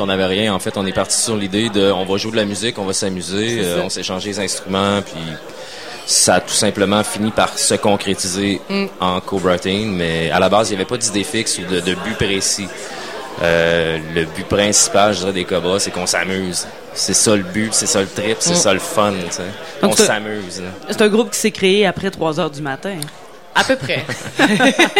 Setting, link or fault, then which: setting, busy venue